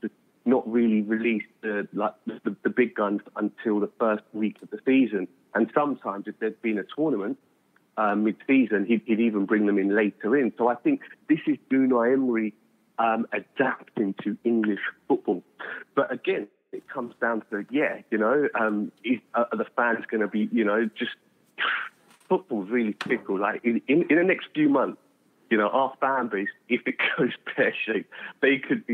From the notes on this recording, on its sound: The Fans Phone